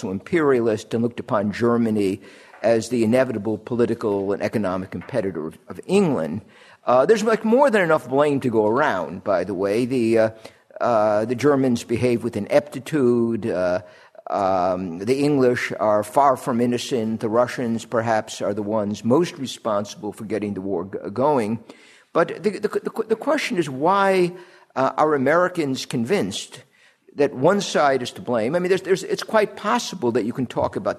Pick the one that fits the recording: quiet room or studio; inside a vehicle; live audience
live audience